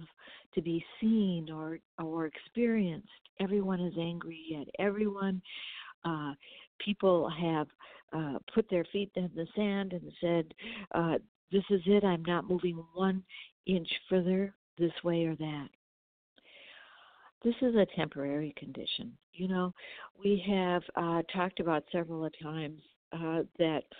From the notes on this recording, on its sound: The sound quality of this week’s BlogTalk channel isn’t the best because I used a cell phone instead of a landline.